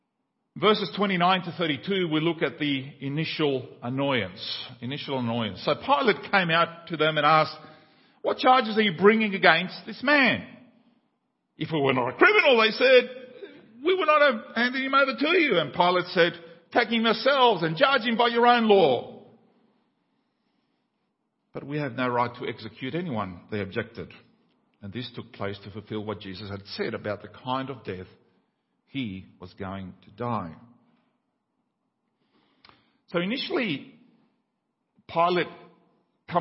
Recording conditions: large echoing room